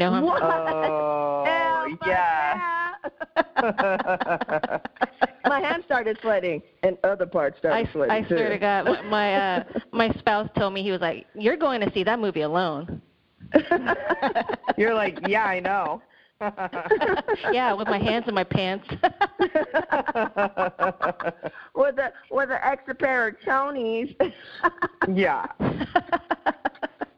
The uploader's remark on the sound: Recorded remotely via phone + Zencastr